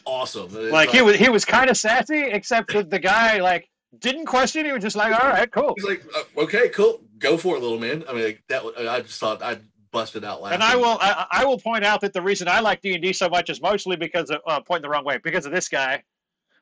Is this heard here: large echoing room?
no